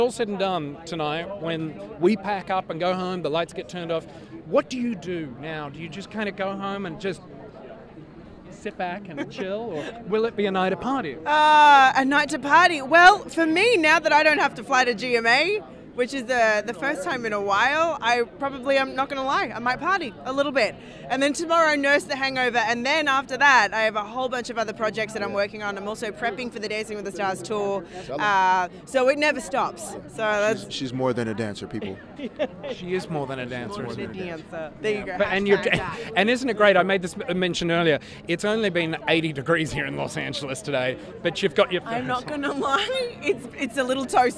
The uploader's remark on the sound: On the Red Carpet at Dancing With The Stars. Get a live look at the red carpet after every episode.